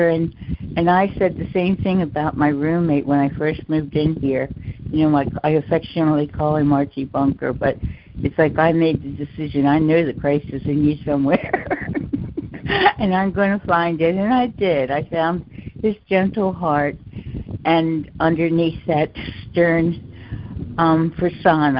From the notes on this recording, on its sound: ACIM Daily Conference Call